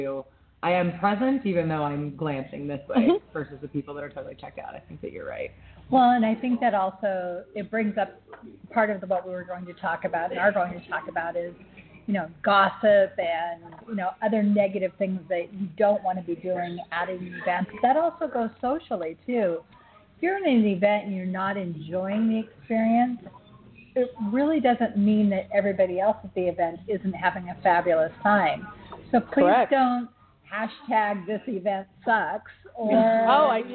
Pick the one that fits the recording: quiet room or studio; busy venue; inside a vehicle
busy venue